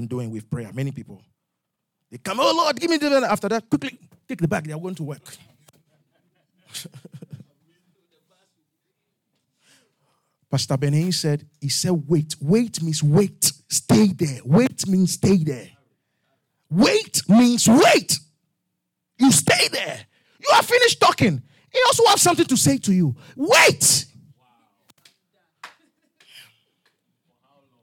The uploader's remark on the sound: Revelation Service | LIVE from Charis Center | Albany, New York